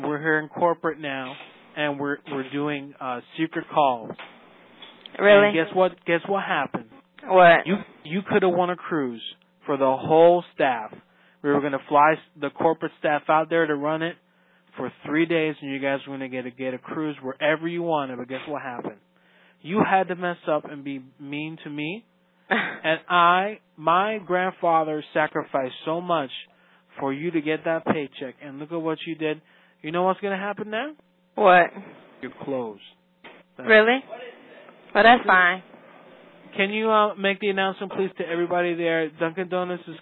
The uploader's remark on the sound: Prank Phone Calls